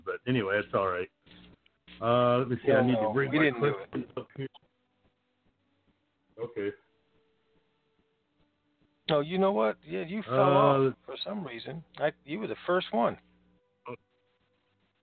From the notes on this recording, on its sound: TNTSuperfantastic Conference Call.